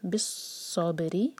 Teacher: را کے نیچے کسرہ ہے، اس کو باریک پڑھیں گے، زبان کی صرف ٹپ یوز کریں گے